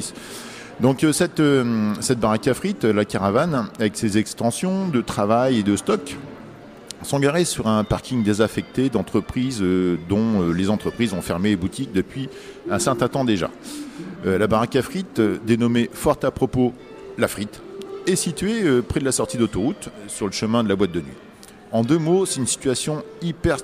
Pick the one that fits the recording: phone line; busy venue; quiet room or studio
busy venue